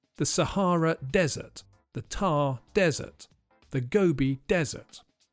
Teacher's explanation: The stress is on the first syllable for the hot, sandy place